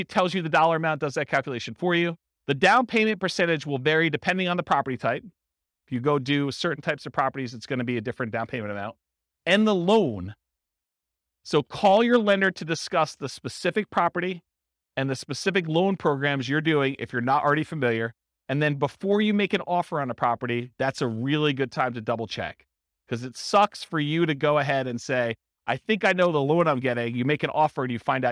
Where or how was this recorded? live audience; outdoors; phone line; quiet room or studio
live audience